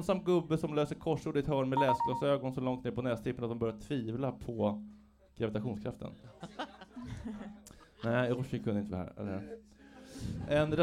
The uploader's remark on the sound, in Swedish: Sommarspecial - Livepodd från Bleckan.